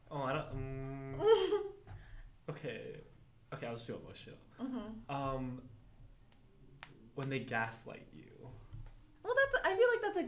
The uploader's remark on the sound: Sorry for thuds and background noises.